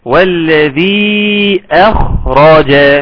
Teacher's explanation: اي نعم رققت الهمزة ولكن لازم تفخم الخاء بقى. والذي اخرج يبقى حافظنا على التفخيم والترقيق.